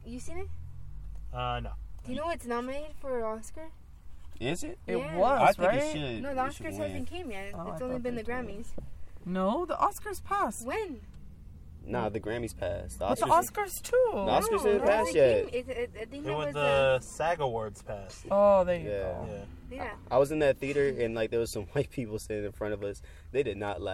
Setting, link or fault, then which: setting, inside a vehicle